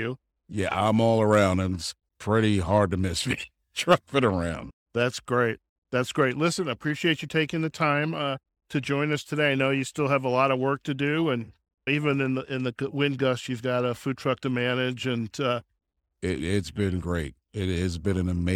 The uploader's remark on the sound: The Spring Jamboree, which has been held since 1977, is considered by many to be Boulder City's first major public festival of the year. During the two days of the 2022 Spring Jamboree, we had the pleasure of interviewing a cross-section of vendors, artisans, board members, and volunteers.